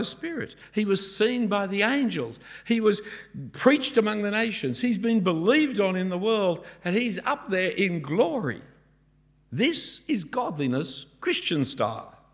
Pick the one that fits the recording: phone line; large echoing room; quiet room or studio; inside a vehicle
large echoing room